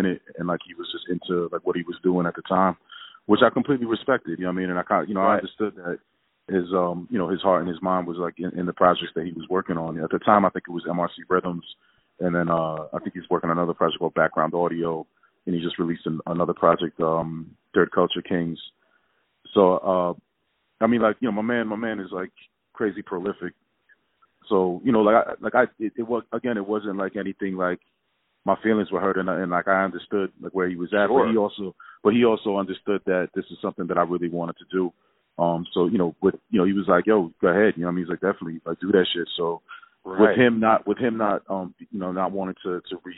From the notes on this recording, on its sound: Calling in from Alberquerque, NM